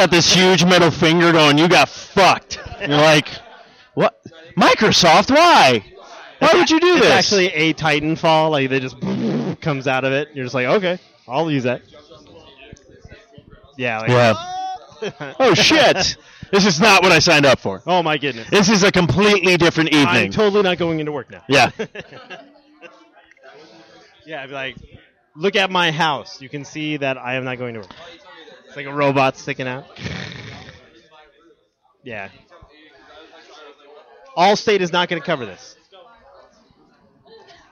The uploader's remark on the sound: This episode is the LIVE remote show from the Midnight release party of Titanfall! The folks waiting for the new game outside the GameStop at Tempe.